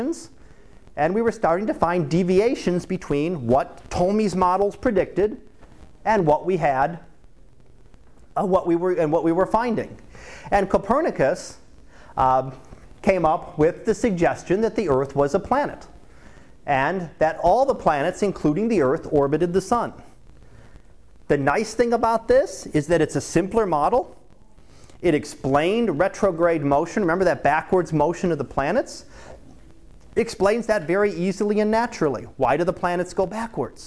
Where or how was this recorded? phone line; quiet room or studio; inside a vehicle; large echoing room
large echoing room